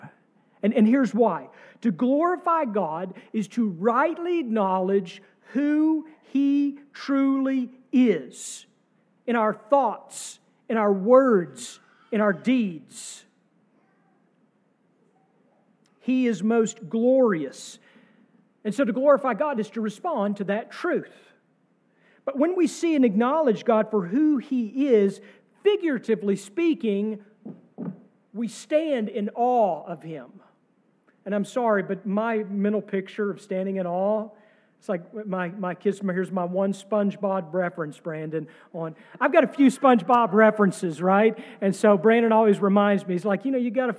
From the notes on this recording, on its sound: Sermon from our service on Easter Sunday, April 9, 2023.